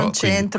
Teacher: tradizionalmente centro dal verbo entrarci alla E chiusa